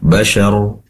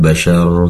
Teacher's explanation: Syar di sini ada waqaf, berhenti, maka pastikan pendek shinnya. · Shown in: first take · Bashar, tidak bashar, tadi terdengar panjang ya.